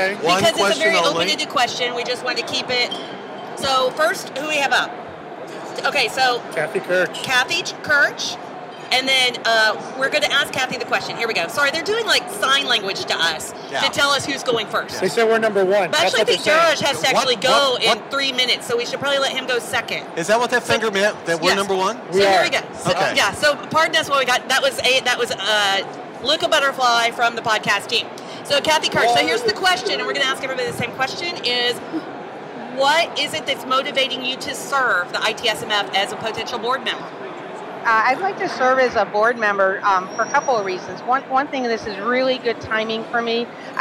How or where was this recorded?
busy venue